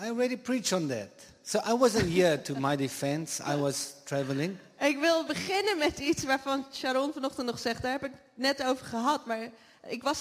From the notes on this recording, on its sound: Live Sunday morning service at Jesus Revival Church in The Netherlands. English with Dutch translation.